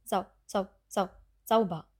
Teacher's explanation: Hier auch darauf achten, dass das A nicht zu lang ist, sondern wirklich kurz. · Term: Diphthong au